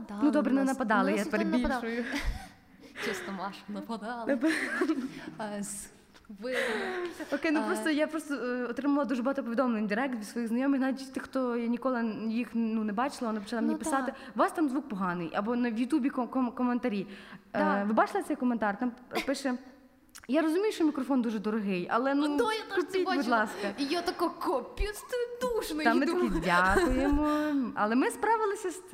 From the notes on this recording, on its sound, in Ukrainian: Саме цей випуск ми записали з нашими відданими слухачами.